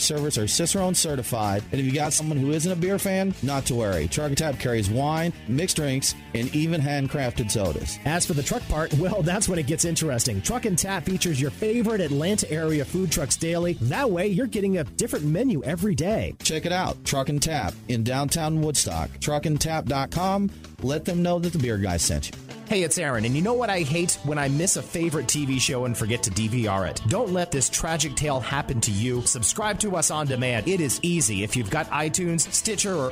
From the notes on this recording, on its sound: Live from TinyPalooza Craft Beer Fest. Go LIVE in Snellville, Georgia for TinyPalooza at Lincoln Fill Station.